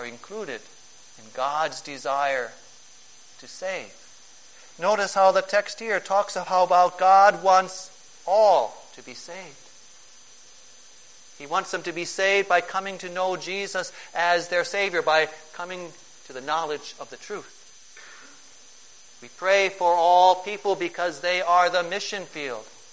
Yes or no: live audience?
yes